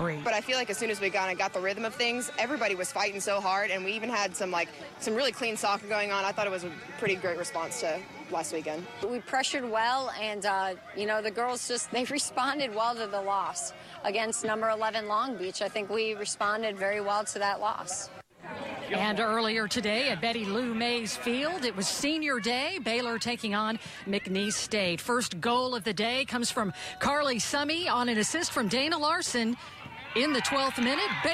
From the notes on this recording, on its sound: go live from Floyd Casey Stadium